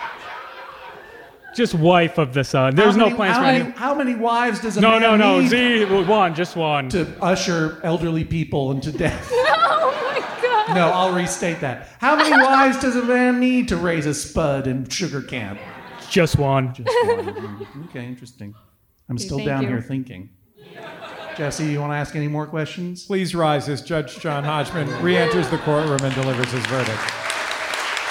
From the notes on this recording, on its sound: This week’s episode was recorded live in front of an audience at the Masonic Lodge at Hollywood Forever Cemetery in Los Angeles!